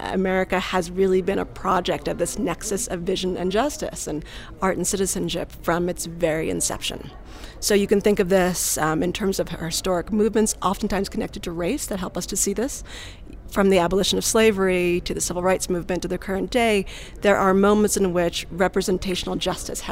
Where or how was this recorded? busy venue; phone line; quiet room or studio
busy venue